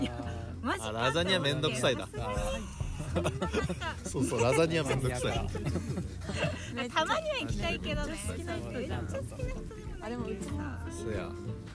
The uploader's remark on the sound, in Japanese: ピクニックしながらレコーディングしたため、隣に妻たちの女子トークが混ざってたり